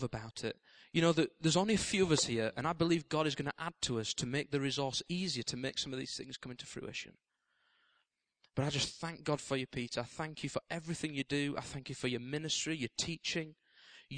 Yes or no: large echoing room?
yes